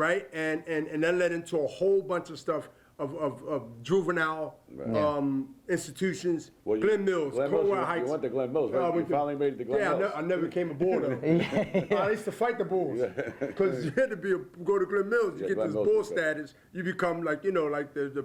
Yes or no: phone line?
no